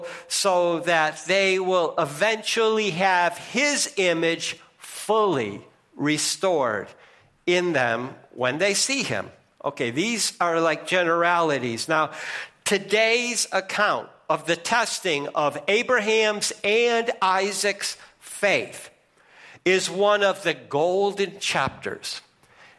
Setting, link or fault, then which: setting, large echoing room